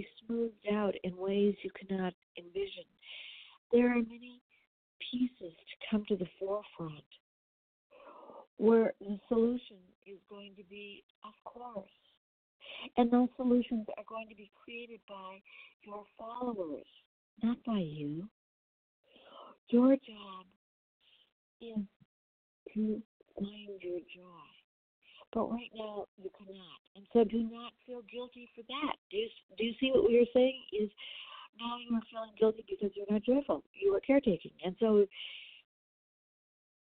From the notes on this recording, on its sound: The sound quality of this week’s BlogTalk channel isn’t the best because I used a cell phone instead of a landline.